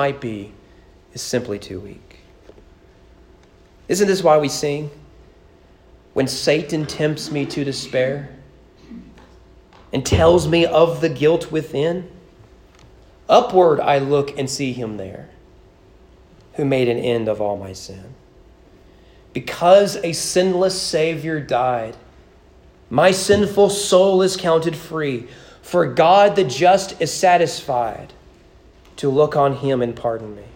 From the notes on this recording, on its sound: Sermon preached at East Frankfort Baptist Church on April 2022 during morning worship.